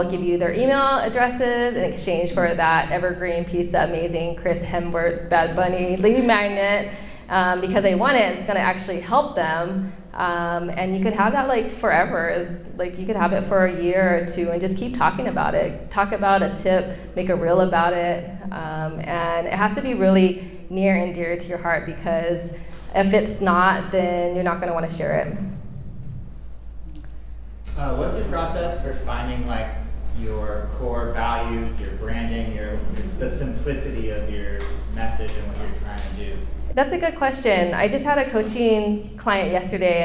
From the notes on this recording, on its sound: This is the audio of my speech at a WIPA Event. It's my big speaking event and 75 wedding pros attended.